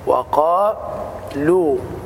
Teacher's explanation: الواو هنا مرققة، فالخطأ أن تقول وقالوا. لماذا يقرأ الناس الواو مفخمة وهي مرققة؟ بسبب مجاورتها لحرف المفخم